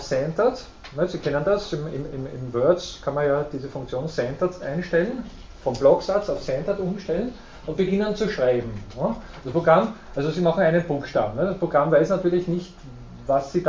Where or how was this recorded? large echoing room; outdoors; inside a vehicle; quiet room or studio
large echoing room